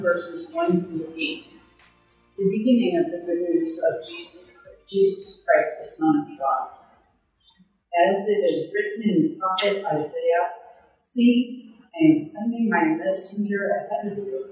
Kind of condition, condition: setting, large echoing room